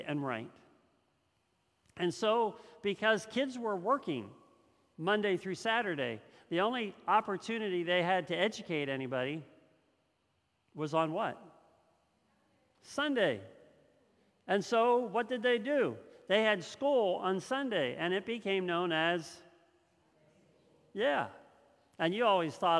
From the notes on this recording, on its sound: This message was first preached on November 21st 2021 at Linglestown Life Church in Harrisburg PA.